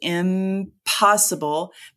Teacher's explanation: It's easier to say impossible because my lips are together for the m sound, because I need to prepare to make the p sound in the base word possible, right?